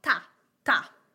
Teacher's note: Tavolo means table. The accent is on ta, ta, and not on vo, vo, which is the syllable before the last one.